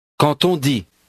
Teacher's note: Notice the liaison between quand and the next word.